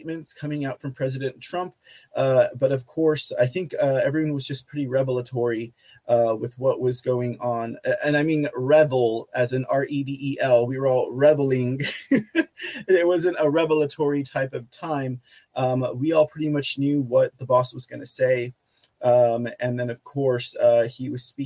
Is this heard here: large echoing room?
no